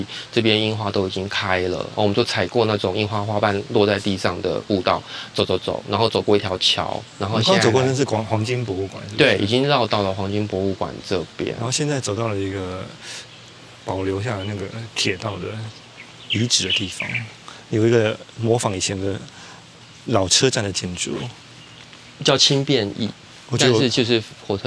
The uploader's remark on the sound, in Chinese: 這一集是戶外，地點是瑞芳和九份。在風光明媚的山路裡邊走邊聊。節目中能聽到收錄進來的環境音，有風聲、水聲、鳥叫聲和觀光客的腳步及說話聲。